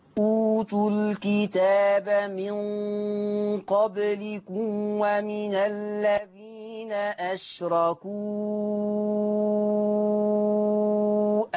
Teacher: قصرت وخدت فتح في أذى